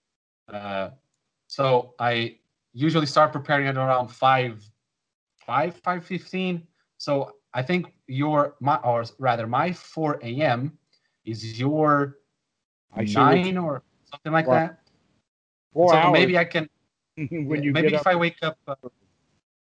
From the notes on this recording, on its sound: Skype call.